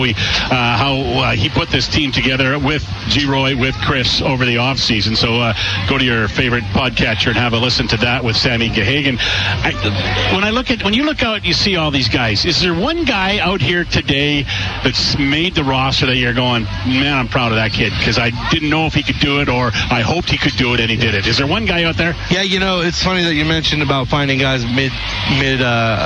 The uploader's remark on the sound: LIVE from Commonwealth Stadium for Fan Day